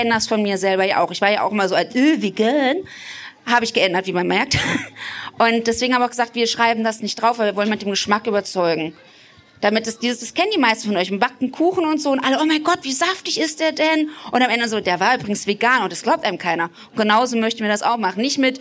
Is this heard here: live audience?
yes